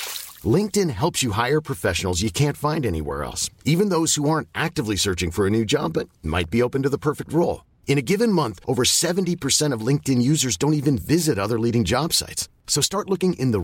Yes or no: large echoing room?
no